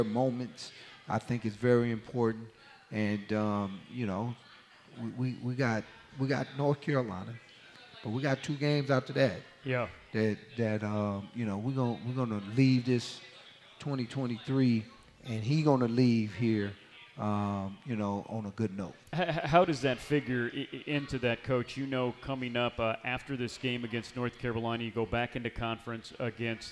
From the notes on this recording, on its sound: From the County Seat Sports Grille in Downtown Lillington, it's Camel Call Live.